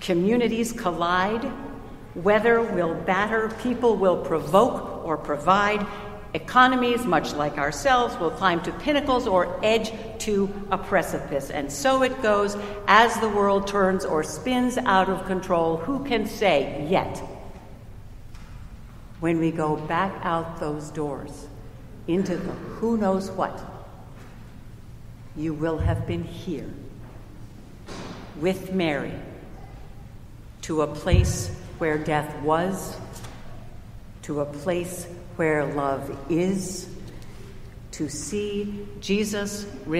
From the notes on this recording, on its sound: Recorded at Trinity Church in Princeton, NJ